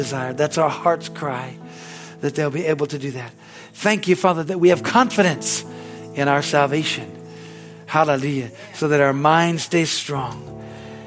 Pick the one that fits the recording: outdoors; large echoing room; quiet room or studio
large echoing room